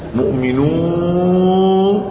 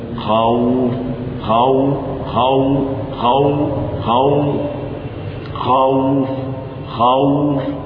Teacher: والواو المادية من الجوف مؤمنون من الجوف، والواو اللينة من الشفتين